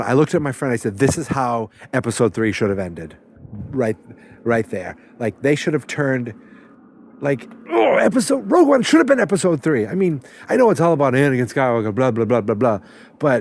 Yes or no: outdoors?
yes